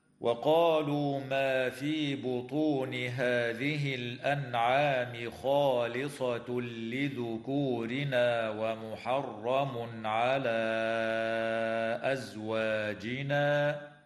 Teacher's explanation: تظهر النون الساكنة عند العين في كلمة الأنعام، ويدغم التنوين في اللام من غير غنة في قوله تعالى: خالصة لذكورنا، ويظهر عند العين في قوله تعالى: ومحرم على.